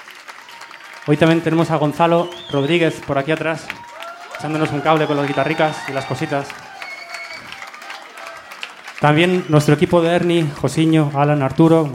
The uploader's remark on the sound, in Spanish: En directo (Sala El Sol 6/11/2019). El concierto nos hizo recordar, tanto a los asistentes como a la propia banda, que la música en directo es la ostia. GRACIAS a la banda por habernos permitido grabar y emitir este bolazo.